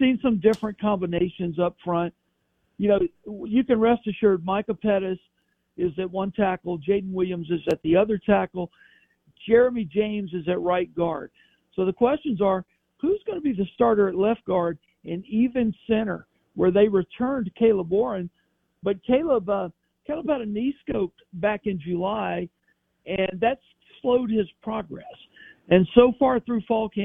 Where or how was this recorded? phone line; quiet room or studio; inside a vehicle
phone line